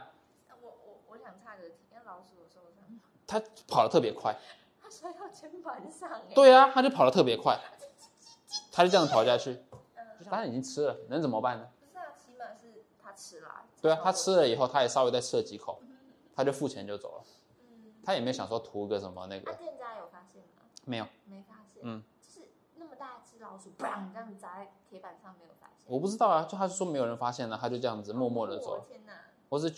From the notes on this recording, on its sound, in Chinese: 除了麥克風之外，我的錄音機也快壞了